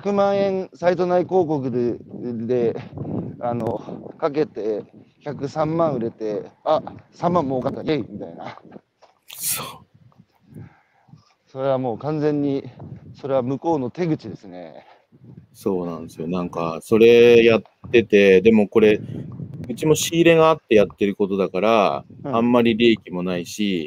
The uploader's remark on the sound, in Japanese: 歩きながら1時間、対談する